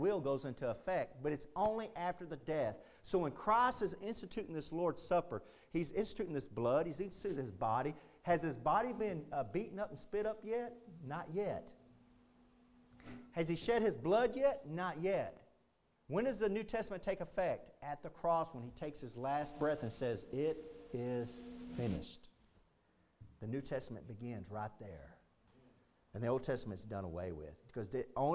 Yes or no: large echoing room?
yes